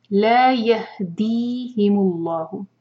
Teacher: لام جلالہ ہیوی ہے کیونکہ اللہ تعالیٰ کے نام سے پہلے جو ورڈ ہے اس کے لاسٹ لیٹر دمہ ہے